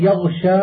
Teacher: وإذا وقع بعد الغين الساكنة شين معجمة وجب بيانها لئلا تقرب من لفظ الخاء